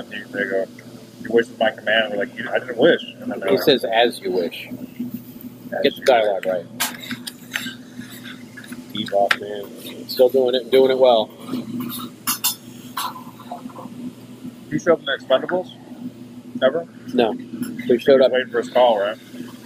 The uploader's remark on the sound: We apologize for the raw nature of this episode. Clinking silverware, ambient noise, and chatter with the staff all add to the experience.